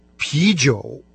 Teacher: Первая часть этого слова – она произносится со вторым тоном